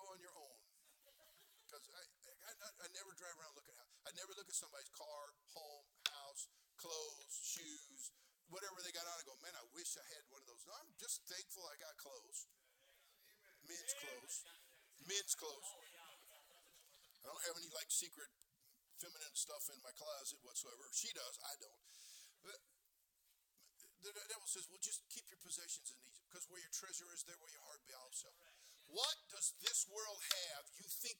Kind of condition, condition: setting, large echoing room